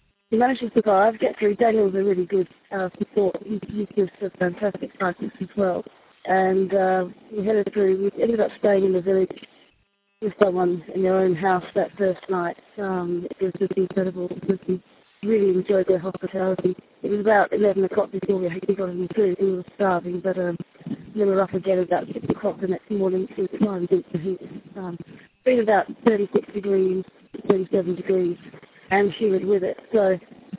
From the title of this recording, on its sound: First report via satellite phone from Africa